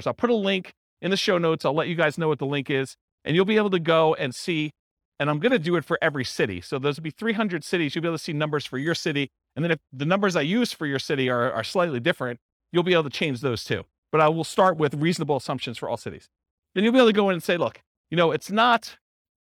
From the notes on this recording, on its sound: This was a live class recorded